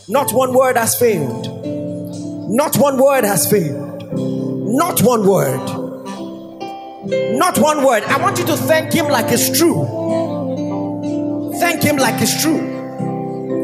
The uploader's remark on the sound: A powerful sermon delivered. During Gracemade Christian Center's Grace Conference, commemorating the church's 5th Anniversary.